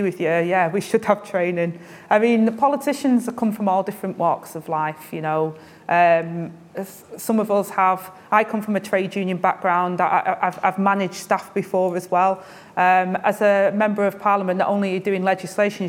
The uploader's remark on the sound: took part in a Q&A with the in-person and online audience.